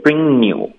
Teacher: bringyou， bringyou，OK，不能停顿，也不能用舌尖发呢的音， bringyou，扭这个也不对，只能用后鼻音连读到 you